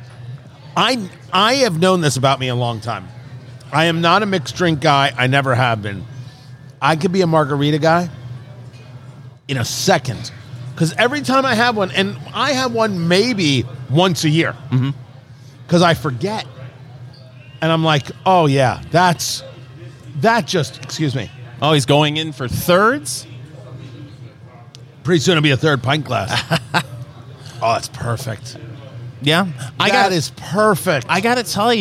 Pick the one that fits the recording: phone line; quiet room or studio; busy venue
busy venue